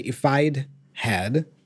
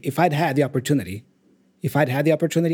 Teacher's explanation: The other way to say it with if, which is more, let's say, contemporary, normally people contract the first had. So I would say if I'd had, so quickly, if I'd had the opportunity, if I'd had the opportunity, I would have done it, right?